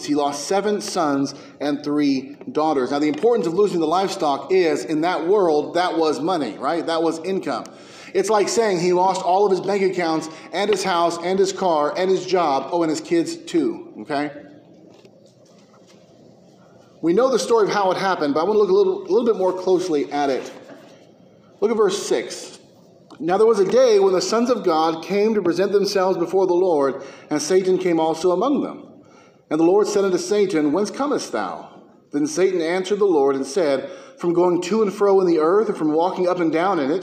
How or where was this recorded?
large echoing room